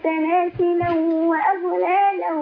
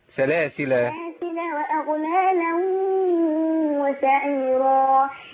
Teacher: احنا ناخد بالنا بس من الالف ده، الالف مش منطوق في الوصل بتاع سلاسل · Shown in: second take